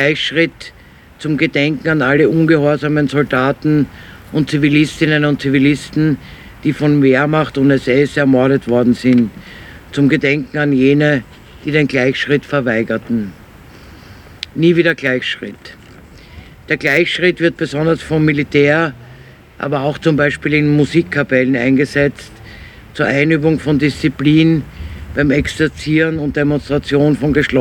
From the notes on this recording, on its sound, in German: 20. Gedenkveranstaltung für die Opfer der NS-Militärjustiz. Im Donaupark in Wien-Kagran. Ungeschnittene Aufnahme der Gedenkveranstaltung.